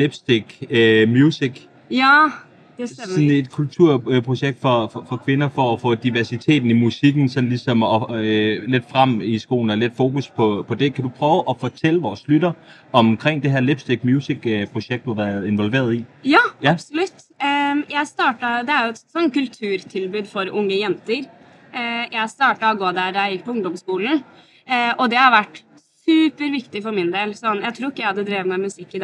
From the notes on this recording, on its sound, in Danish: I vores andet interview på SPOT Festival.